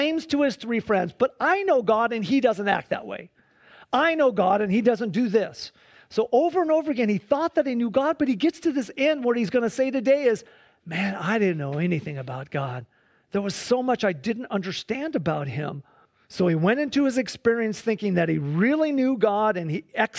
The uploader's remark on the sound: Please enjoy this Sunday church service livestream